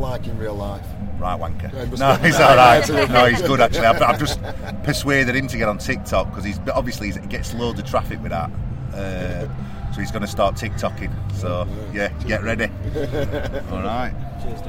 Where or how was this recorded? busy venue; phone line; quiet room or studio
busy venue